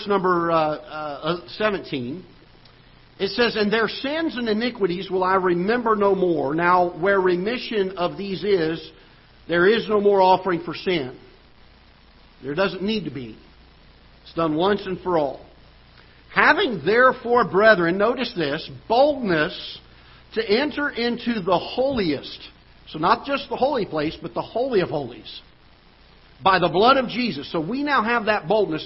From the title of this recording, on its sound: Ketha Heights Baptist Church ~ Live Broadcast